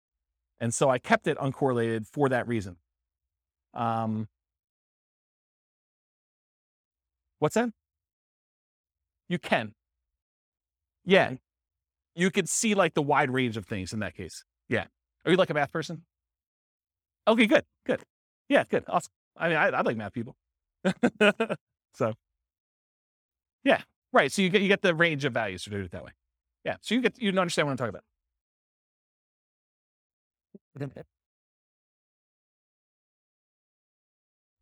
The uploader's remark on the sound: This was a live class recorded